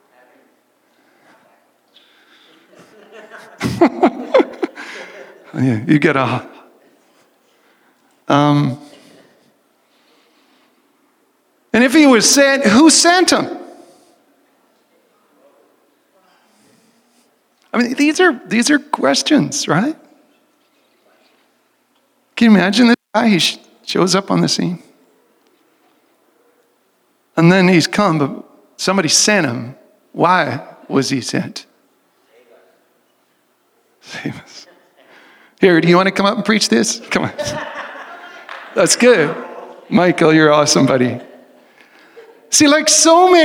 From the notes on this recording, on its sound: recording from the Vineyard's In-Person Worship Service